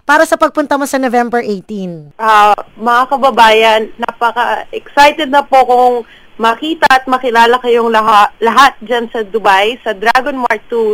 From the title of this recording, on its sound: Phone Interview